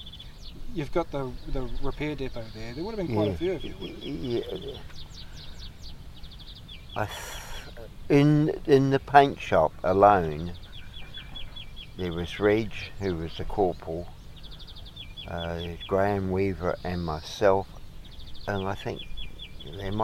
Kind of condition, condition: setting, outdoors